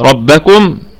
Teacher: الراء مفخمة وبقية الكلمة مرققة، رب، الباء مشددة إضغام مثلين، يعني علة الإضغام التماثل، رب هذا ساكن، باء بكم، والميم ميم مجمع لا روم فيها ولا إشمام، ونقف عليها بوجه واحد بالسكون.